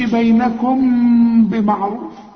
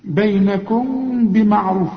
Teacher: خلي انفراق في الشفايف ولازم تغن، يبقى اخفاء مع الغنه · Shown in: second take